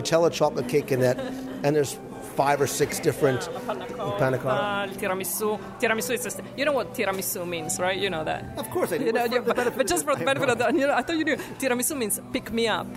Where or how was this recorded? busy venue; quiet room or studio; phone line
busy venue